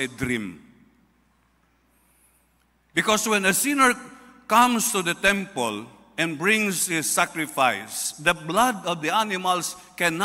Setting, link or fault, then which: setting, large echoing room